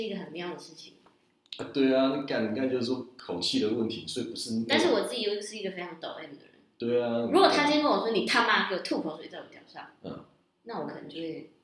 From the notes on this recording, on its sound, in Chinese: 首集音質不佳。風和日麗的午後。